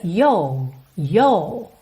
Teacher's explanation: Já no inglês britânico, a gente meio que alonga aquele O e fica yo, yo